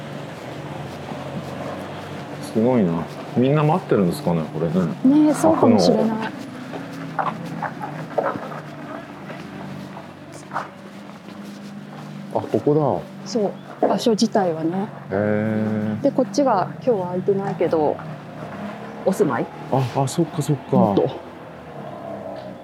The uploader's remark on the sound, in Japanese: 誰かと散歩しながら収録しております。駒場東大前から日本民藝館まで散歩しながらおしゃべり。